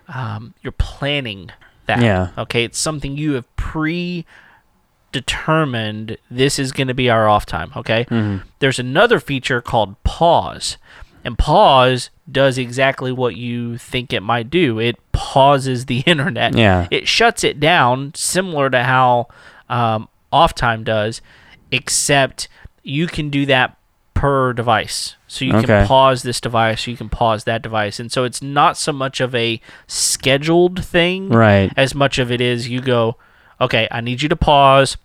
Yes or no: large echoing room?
no